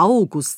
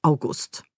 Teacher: dann könnte das der August sein, vorne betont, weil es ein Vorname ist · Shown in: first take